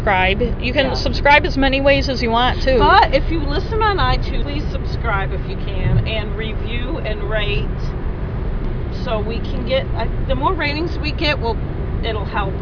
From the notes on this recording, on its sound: A special road trip episode as we talk in the car ride home from Washington DC.